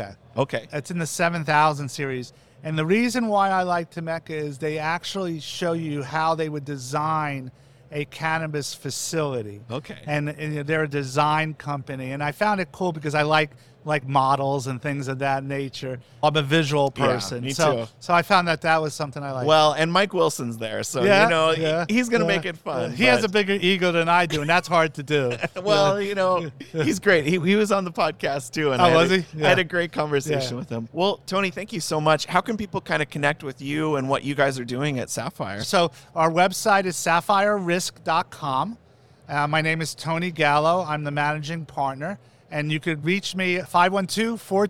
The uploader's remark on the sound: Live from MjBizCon 2022!